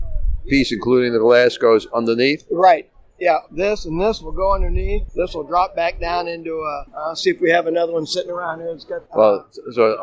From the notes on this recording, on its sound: 7 Car Club Show. Over 100 cars from different car clubs, including the Mustang Club, Camaro Club, Mini Cooper Club, Miata Club, Antique Car Club, and BMW Z Club, were on display. With over 1000 spectators and music, the recording may not be of studio quality. Despite the outdoor setting.